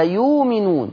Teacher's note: أي همزة ساكنة هيشوفها أبو جعفر يقلبها حرف مد